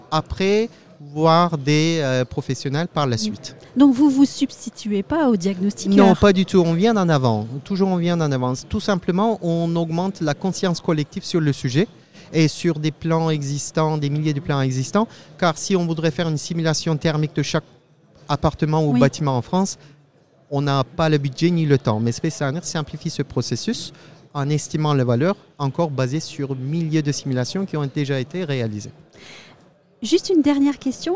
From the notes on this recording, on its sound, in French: Un entretien enregistré au RENT 2022.